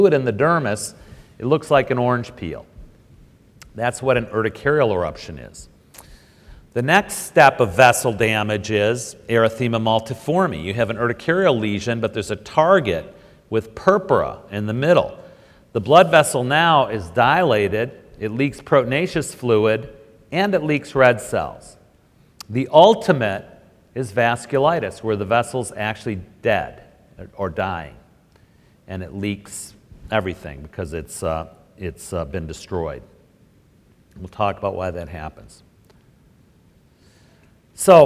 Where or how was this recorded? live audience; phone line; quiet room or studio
live audience